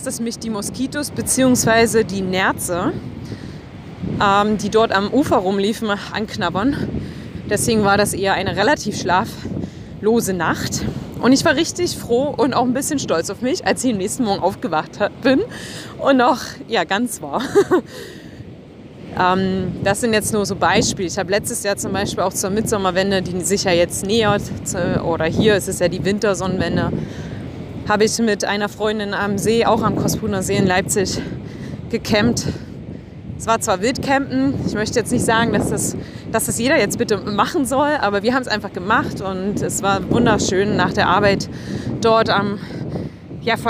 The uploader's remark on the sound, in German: Diese Episode habe ich am Strand von Piha an der Westküste von Neuseeland aufgenommen. Ich bitte den schlechten Ton am Anfang zu entschuldigen.